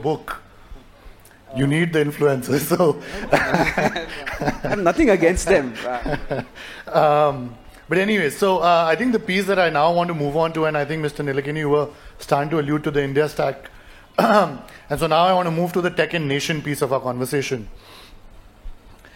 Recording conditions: live audience